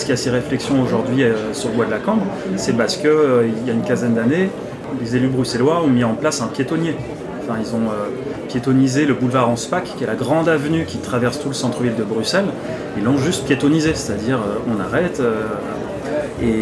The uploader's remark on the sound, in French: Cette interview s'est déroulée dans une ambiance de brasserie comme vous pouvez l'entendre en toile de fond. Elle a été enregistrée réalisée lors des Rencontres de Vélo & Territoires 2022.